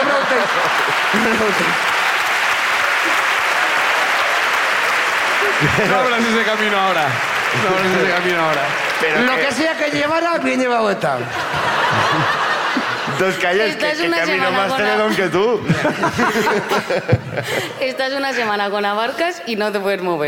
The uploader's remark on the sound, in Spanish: El público de Bilbao